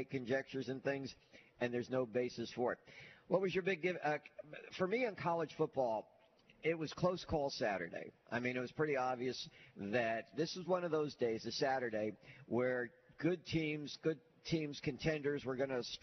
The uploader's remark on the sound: LIVE at Baumhower's Victory Grill